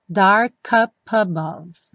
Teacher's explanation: aqui ele juntou o dark com o up e o up com above